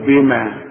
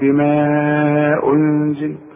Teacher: يعني عندي المد في كلمه والهمزة في كلمة أخرى، كل مد بعده همز بيحصل مد، لكن إذا كان المد ده لوحده زي ده بما، والكلمة اللي بعد المد منفصلة زي أنزل، يبقى عند الوقف ما مدش أقول بما، طب وعند الوصل أقول بما أنزل · Shown in: second take